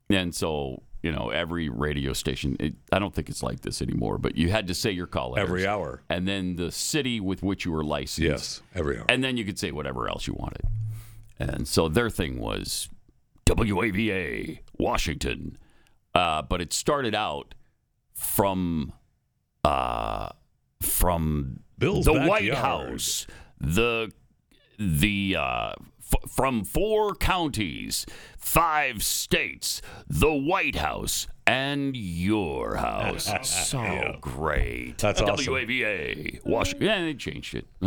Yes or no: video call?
no